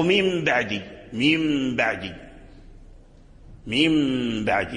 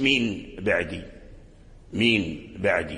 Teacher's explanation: النون الساكنة إذا التقت مع الباء فالنون تقلب ميما · Shown in: first take · كذلك التنوين نحو ميم بعدي، ميم بعدي، ميم بعدي، ما تقولش مين بعدي، مين بعدي، لا ميم، ميم بعدي. · Term: القلب